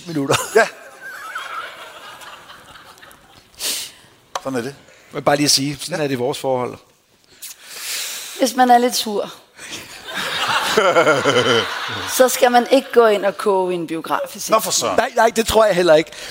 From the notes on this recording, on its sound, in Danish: Live fra Århus Musikhus